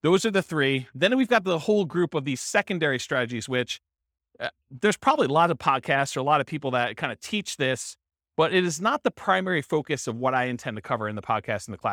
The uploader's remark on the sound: This was a live class recorded